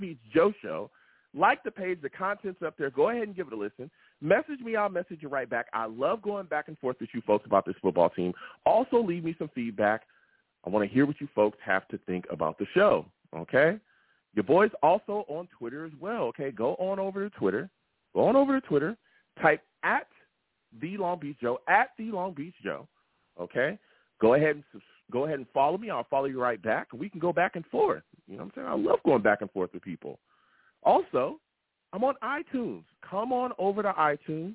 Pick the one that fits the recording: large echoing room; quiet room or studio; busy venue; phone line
phone line